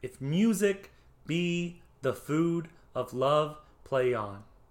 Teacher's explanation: Notice the mu in music is stressed, while the syllables preceding and following are unstressed · Term: iambic pentameter